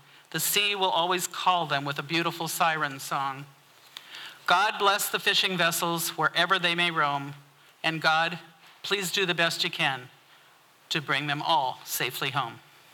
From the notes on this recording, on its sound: 2023 FPG-Ten Fifteen Theater-Saturday Night-First Set. This recording was made on Saturday, February 25th, 2023, at the Ten Fifteen Theater in Astoria, OR as part of the FisherPoetry Archive Project.